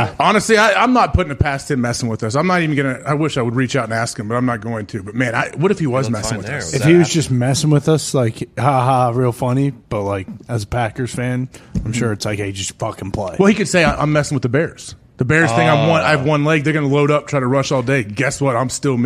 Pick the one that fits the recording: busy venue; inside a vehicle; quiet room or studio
busy venue